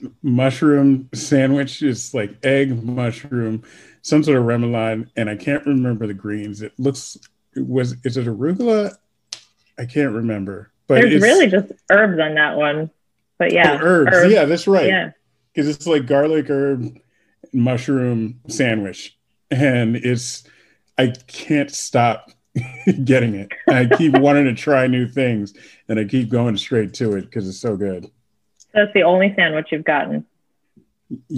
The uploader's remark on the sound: Recorded Live on Zoom.